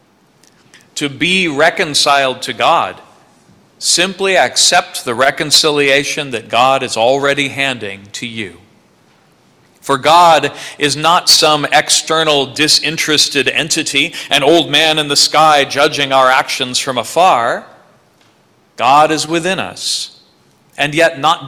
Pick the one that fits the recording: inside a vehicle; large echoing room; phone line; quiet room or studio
large echoing room